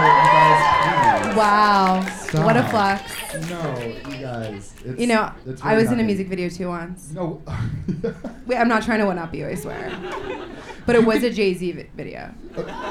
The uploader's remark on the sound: On the the first ever LIVE episode of Harrytales. A sold out show at the Sultan Room in Brooklyn.